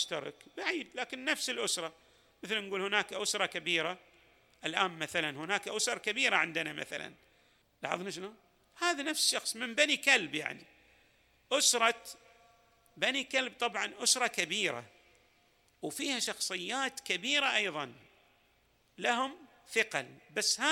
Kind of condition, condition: setting, large echoing room